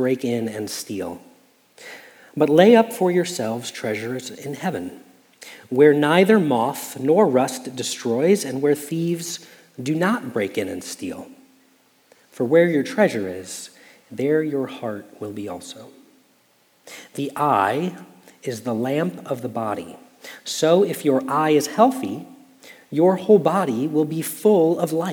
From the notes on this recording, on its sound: Message Preached at Valley Creek Church